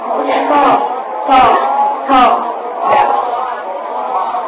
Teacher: لما اجي اقرا طا ما فيش هواء ابدا. طا طا طا كل الطاقه في الداخل، لكن ده مش بتعلق، ده بتعلق بالهواء، مفيش هواء بره ابدا. · Term: صفة جهر